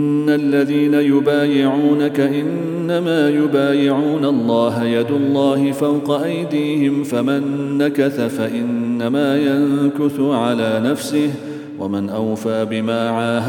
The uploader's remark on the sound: At the Houghton Masjid (West Street).